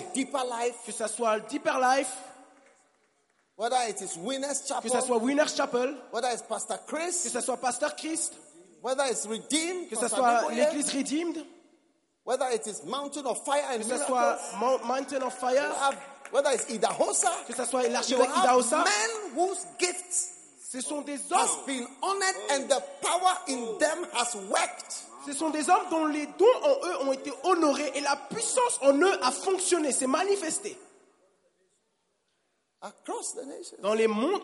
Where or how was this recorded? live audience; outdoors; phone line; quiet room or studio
live audience